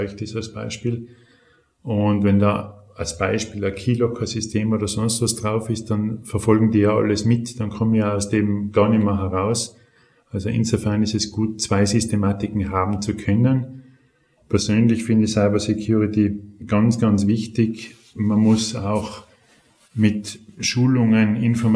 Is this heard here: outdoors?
no